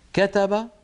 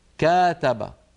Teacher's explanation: تطويلا قليلا في فتحة الكاف حولها إلى ألف · Shown in: second take